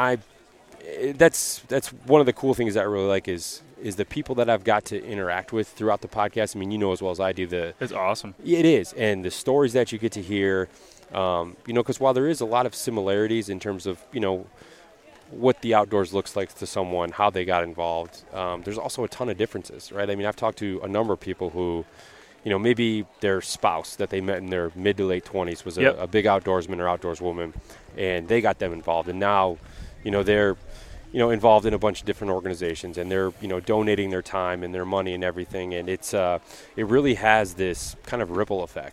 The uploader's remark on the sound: Live from the TOTAL ARCHERY CHALLENGE in Crystal Mountain Michigan.